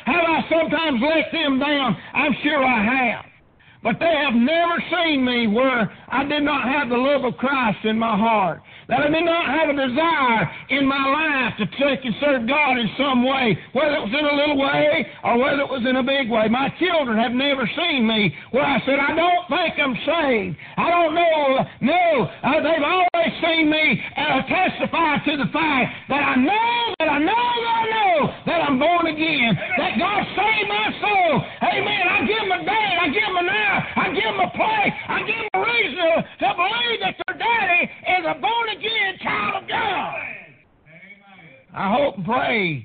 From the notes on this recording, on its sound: Preached on Father's day at Prayer Baptist Church.